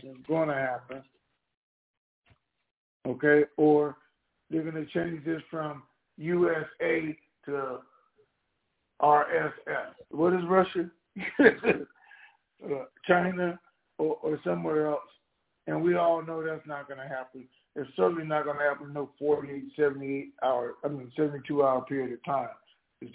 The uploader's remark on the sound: TNTSuperfantastic Conference Call